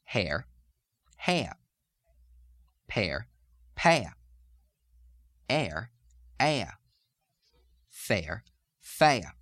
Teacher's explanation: All right, moving on to the next one of the R drops. Again, adding a schwa on the air sound, air.